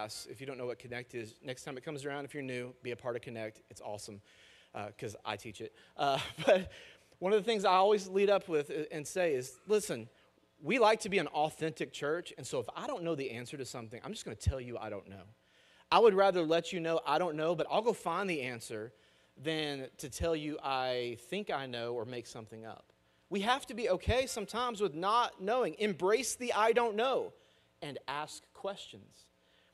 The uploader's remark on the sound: Message audio from our weekend services.